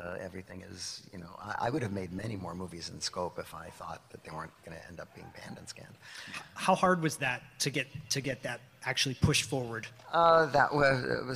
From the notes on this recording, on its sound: live from Los Angeles Comic Con!